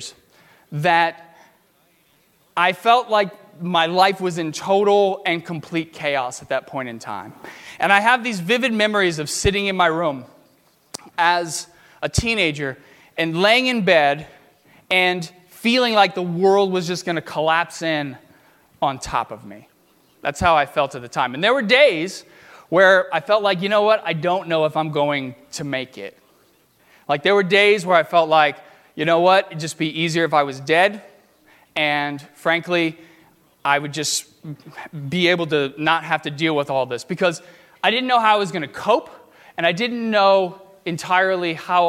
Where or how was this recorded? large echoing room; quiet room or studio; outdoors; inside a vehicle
large echoing room